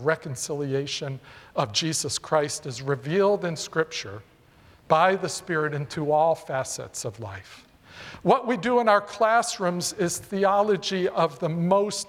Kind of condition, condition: setting, large echoing room